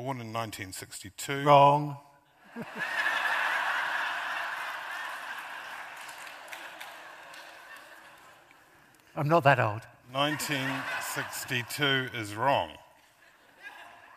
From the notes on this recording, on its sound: a highlight from the 2023 Auckland Writers Festival